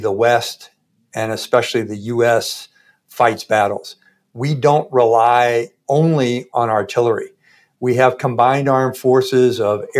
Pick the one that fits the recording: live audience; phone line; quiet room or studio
quiet room or studio